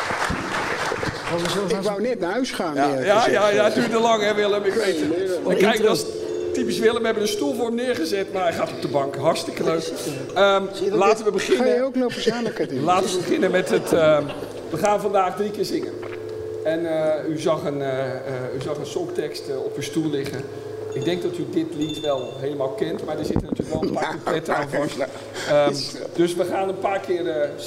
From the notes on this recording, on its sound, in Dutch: Ruim tweehonderd mensen sloten de huldigingsdag van Feyenoord maandagavond af in poppodium Annabel in Rotterdam.